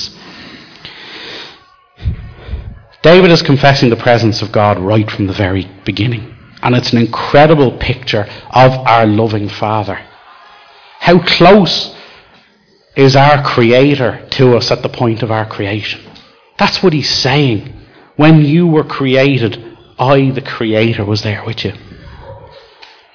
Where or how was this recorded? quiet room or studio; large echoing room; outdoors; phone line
large echoing room